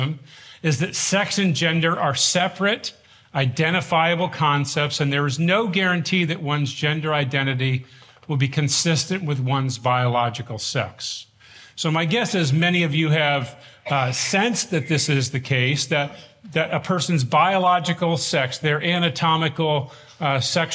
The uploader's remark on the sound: This workshop from the Shepherds 360 Conference in 2023